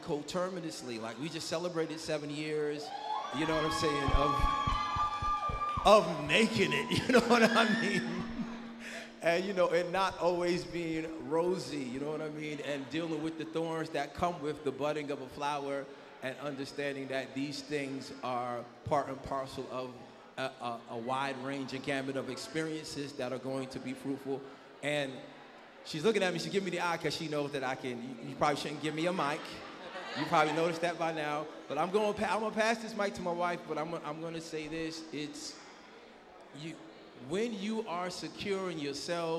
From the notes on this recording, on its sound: live at the 7th annual Black Diamond Weekend in Norfolk, Virginia